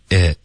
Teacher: it 的干脆的停顿要靠舌尖的动作你不要用喉咙 it 这样 it 是靠舌尖的 Shirley who If anything that picture keeps moving further